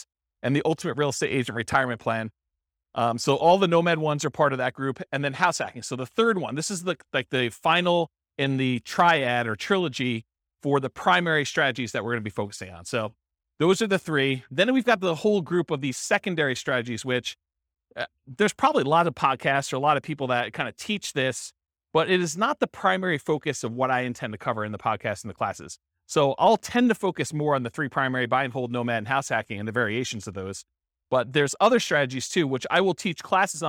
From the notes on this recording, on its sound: This was a live class recorded